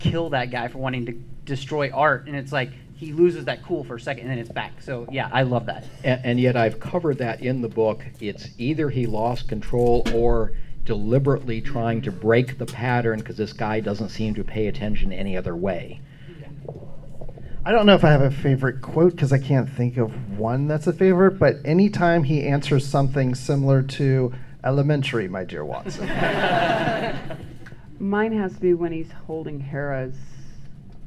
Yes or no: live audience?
yes